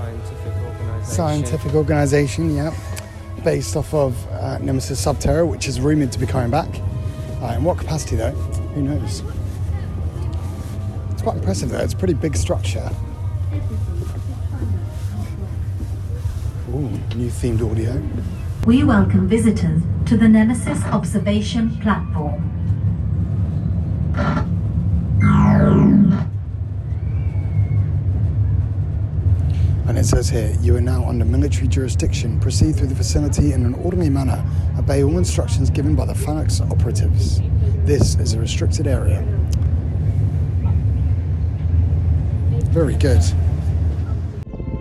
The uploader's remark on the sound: AT THE PARK: Alton Towers. Enjoy the sounds of the park.